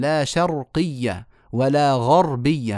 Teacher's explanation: فالراءات كلها مفخمة ما دامت ساكنة وقبلها مفتوح